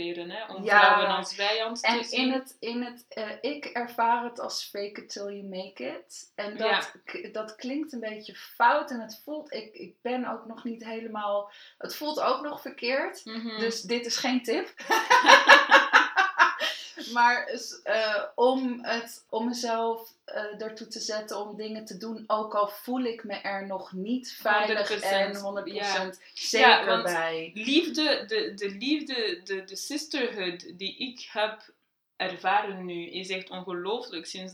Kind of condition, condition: fault, poor sound quality